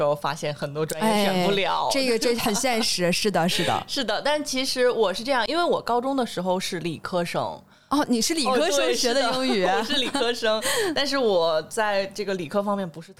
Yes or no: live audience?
no